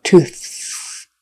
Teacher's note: The with the tongue in between your teeth, it's a voice TH, the Bluetooth, and that ends with an unvoiced TH, so it's a soft one.